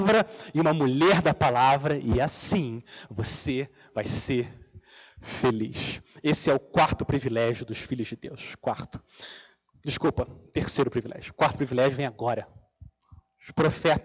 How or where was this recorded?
large echoing room